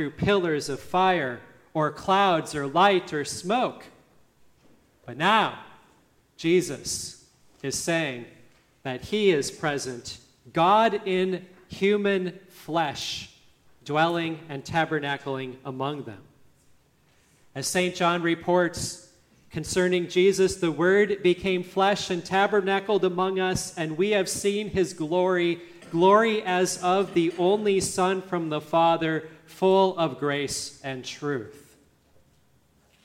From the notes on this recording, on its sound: listening to the service at Grace Lutheran Church, Lexington, MO